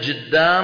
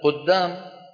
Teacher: فينطقونها بالجيم بدل القاف، ويقولون جدام بدل قدام · Shown in: first take